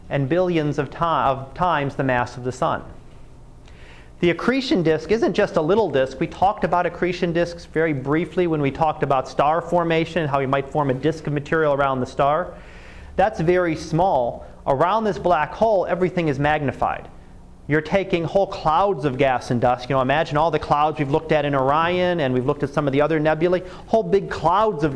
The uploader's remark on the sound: Live Class Lecture